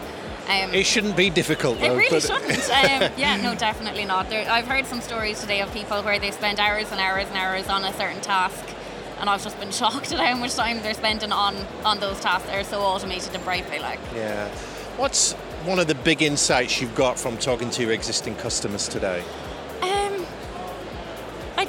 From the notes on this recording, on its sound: Live from Europe's Biggest Event 'Accountex'. A series of live interviews from Accountex 2022 in London. AIBN were the official broadcast partners of the event. Enjoy the live buzz of the event!